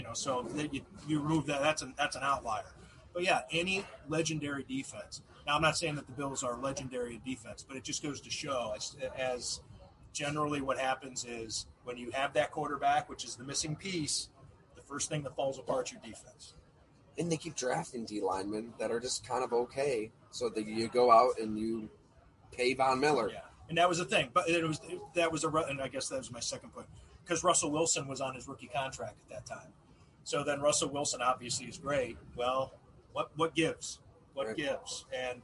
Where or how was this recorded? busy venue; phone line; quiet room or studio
busy venue